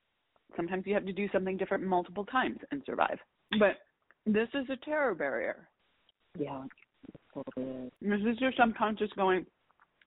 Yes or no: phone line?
yes